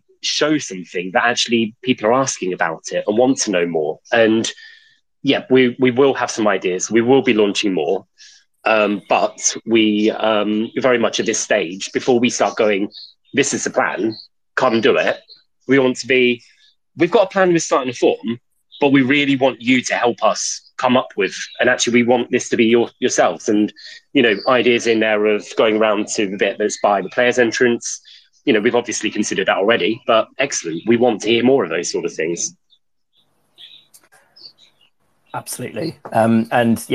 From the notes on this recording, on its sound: Twitter Space recording from June 22nd